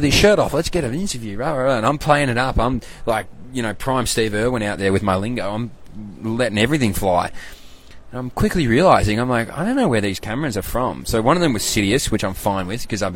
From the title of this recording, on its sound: LIVE FROM THE WORLD CHAMPS